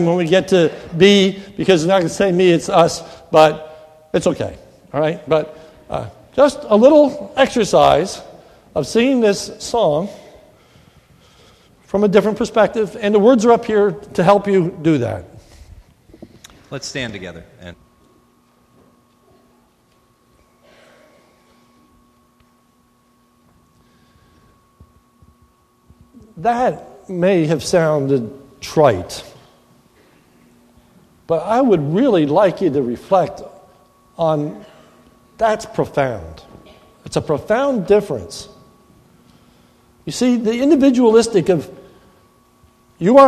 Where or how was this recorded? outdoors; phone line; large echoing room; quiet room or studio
large echoing room